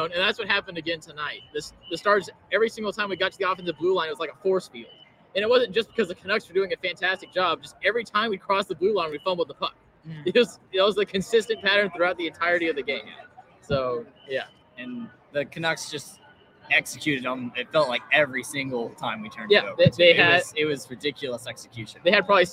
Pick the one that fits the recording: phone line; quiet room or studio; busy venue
busy venue